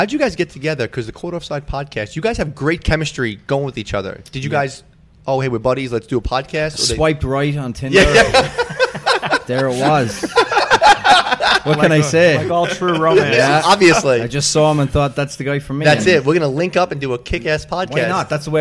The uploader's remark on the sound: Join me live from Jack Demsey’s.